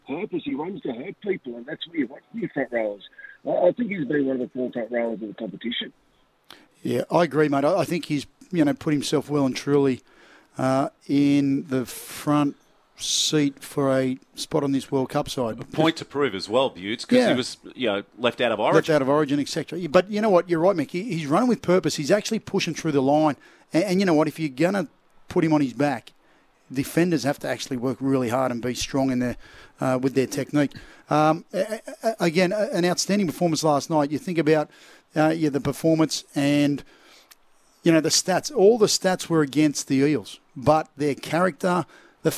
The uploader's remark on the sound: Live from Central Coast Stadium for the local Rugby Grand Finals including the presidents cup.